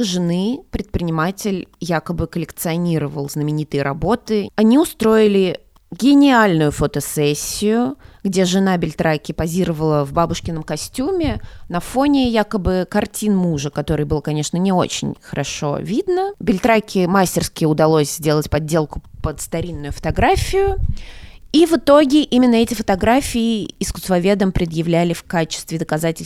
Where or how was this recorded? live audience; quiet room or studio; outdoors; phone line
quiet room or studio